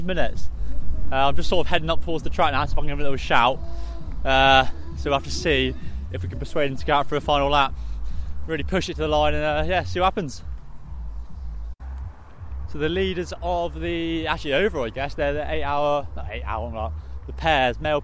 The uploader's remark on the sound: Brought to you live at the time from Stamner park in Brighton for the south's best 6 hour mountain bike endurance race.